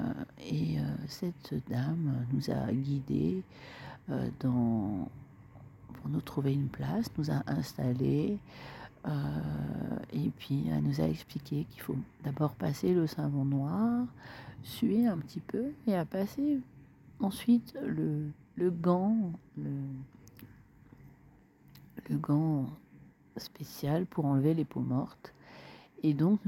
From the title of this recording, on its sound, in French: Compilation des audios enregistrés lors du trek d'octobre 2023 dans le désert de Zagora